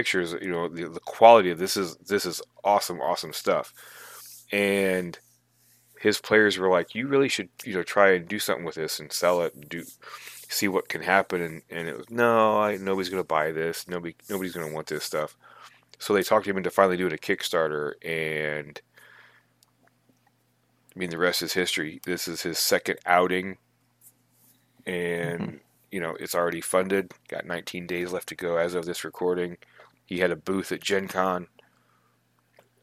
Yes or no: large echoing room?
no